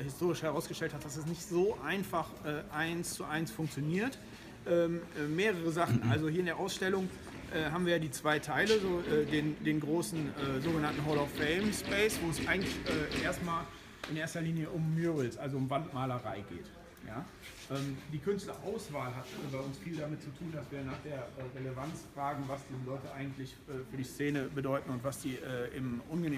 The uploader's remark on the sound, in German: Periscope-Interview I. Live vor Ort via Persicope bei der #Bundeskunsthalloffame.